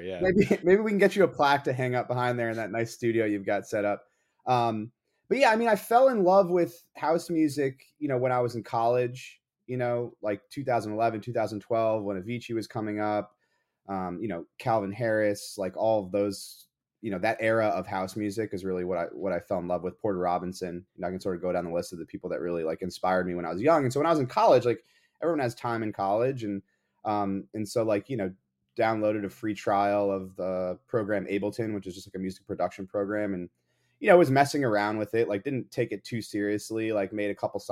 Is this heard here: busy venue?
no